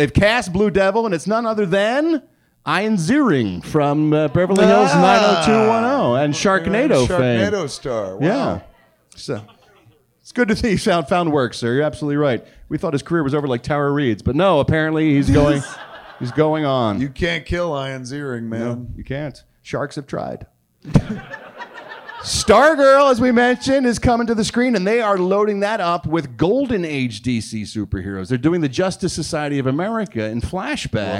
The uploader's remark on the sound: Recorded LIVE at Wiseguys in Salt Lake City, UT.